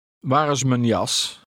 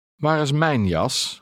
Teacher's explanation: The third word is unstressed and is pronounced mun · Shown in: first take